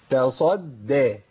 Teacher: لابد من ترقيق الدال الأولى والثانية حتى لا تبدل بضاد